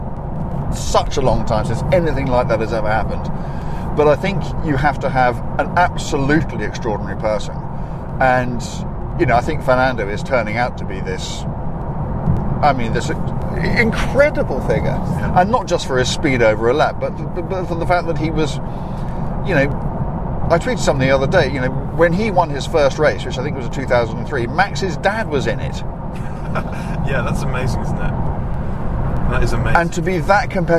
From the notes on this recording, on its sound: Direct from the M4 motorway in the cabin of a V8 Lexus. Recorded this week's podcast on the way to photograph two very special cars. From the very swanky cabin of a Lexus LC500.